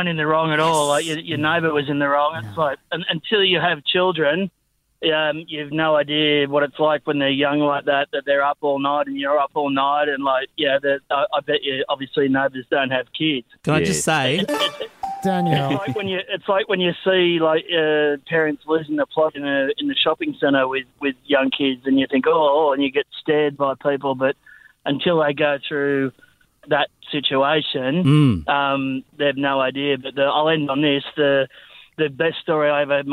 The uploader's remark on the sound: Secret in-flight Recording from historic Qantas 20 hour flight